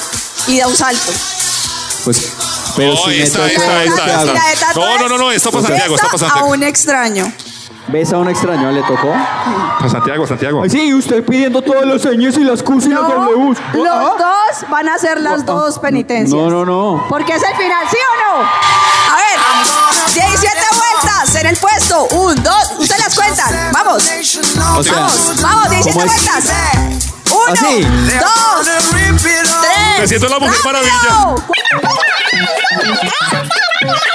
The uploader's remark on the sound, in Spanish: Este año hicimos dos shows en Bogotá. Les compartimos este especial en vivo con gran parte de lo que pasó en vivo en el Teatro ABC.